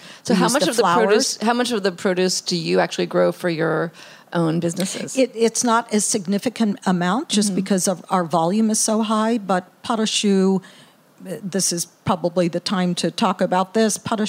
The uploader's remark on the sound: at SXSW for the first ever live broadcast of the show